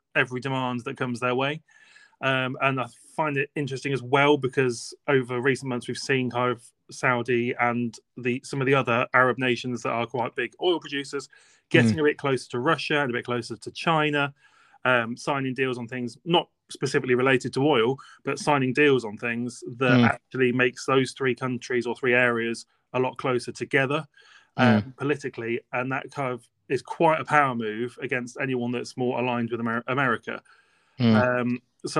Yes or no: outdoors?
no